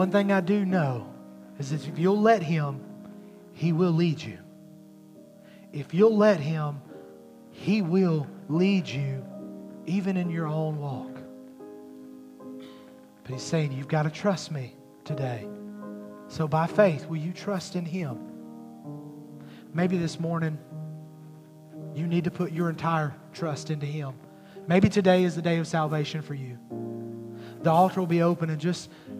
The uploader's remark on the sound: At Highland Baptist Church, Molino, FL.